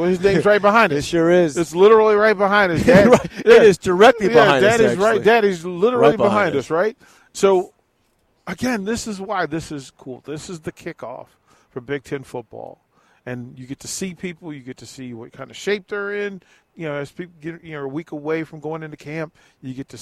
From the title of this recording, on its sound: LIVE from BIG Media Days...